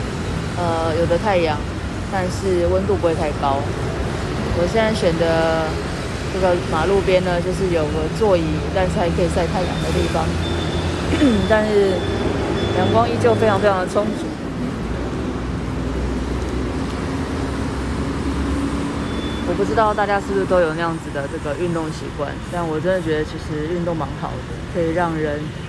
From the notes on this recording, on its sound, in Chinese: 我不過就是拿手機錄音你們就覺得奇怪!?路邊觀察。